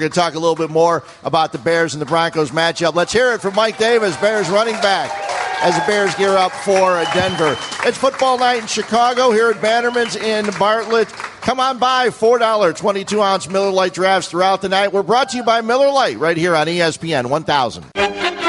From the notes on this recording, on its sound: LIVE from Bannerman's Sports Grill